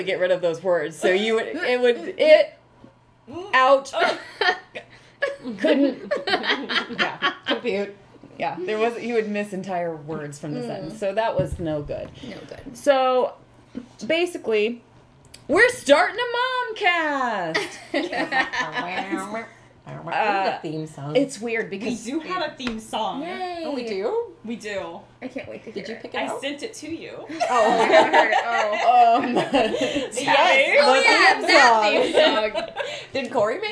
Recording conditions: sounds in the background